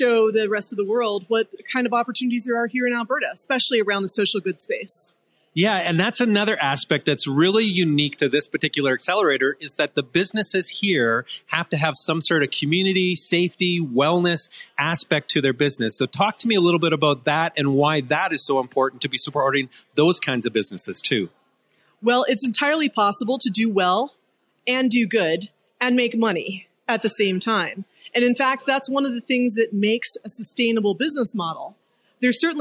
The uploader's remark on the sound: we’re filming at the Telus CSW Pitch Party